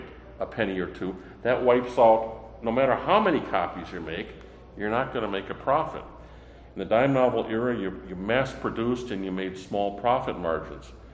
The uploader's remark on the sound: PulpFest 2023. The panel was part of ERB Fest.